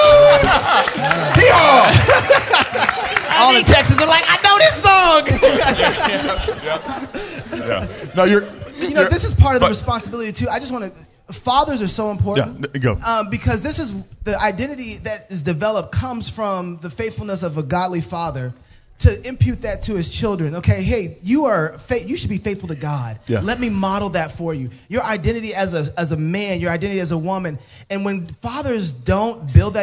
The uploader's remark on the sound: Live at G3